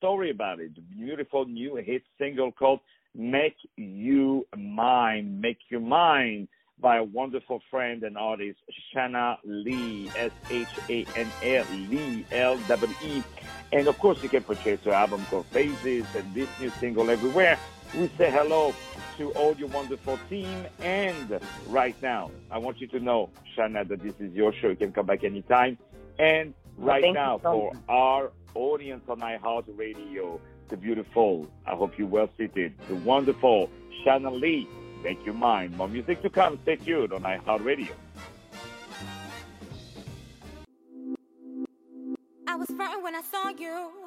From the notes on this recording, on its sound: On the phone